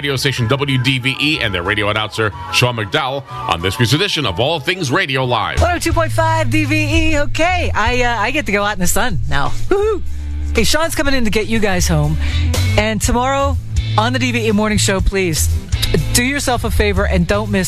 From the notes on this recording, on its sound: Take your phone calls.